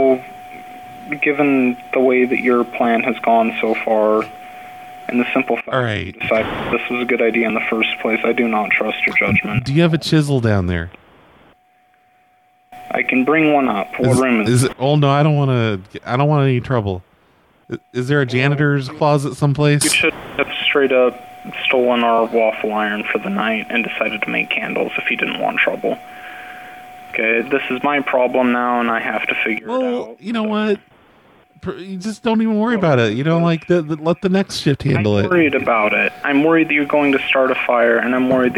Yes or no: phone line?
yes